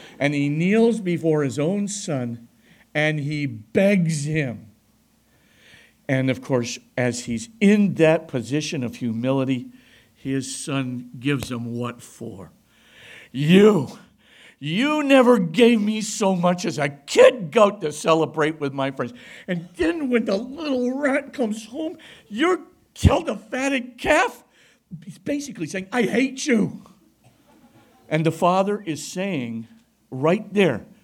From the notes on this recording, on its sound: delivered a lecture at Christendom College on Monday, September 18